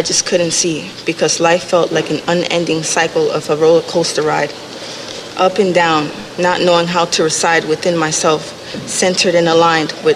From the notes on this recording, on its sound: This episode is of the workshop Seize Bellevue, recorded on June 9, 2018 at Performance Space New York. To conclude Brujas’ three week exhibition and residency.